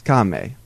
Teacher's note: we have an unaspirated K, so it's not the harsh K. It's a softer K. It's not the K in kill.